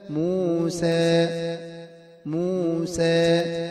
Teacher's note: المقلل الذي يلحقه شبه الكسر